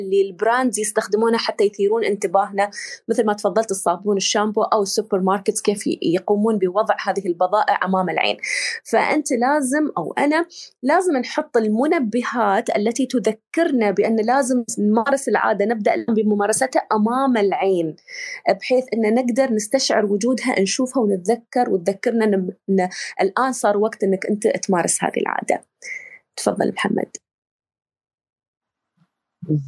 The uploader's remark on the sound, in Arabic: تسجيل لمساحة ابن رشد الأسبوعية على منصة تويتر.